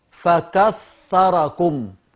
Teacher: الثاء أخرج فيها طرف لساني